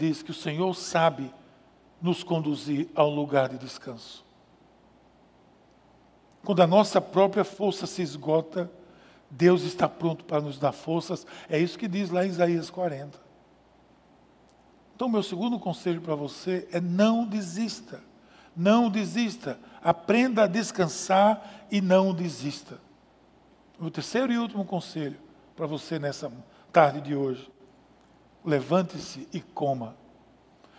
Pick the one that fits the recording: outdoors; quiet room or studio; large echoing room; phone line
large echoing room